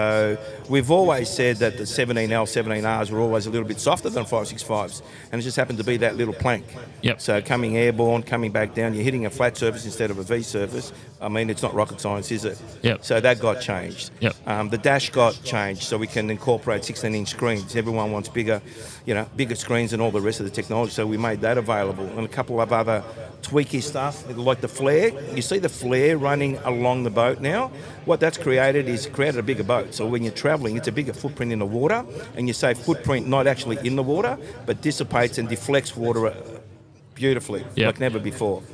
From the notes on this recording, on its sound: Edencraft Boats - Live from the Boat Show.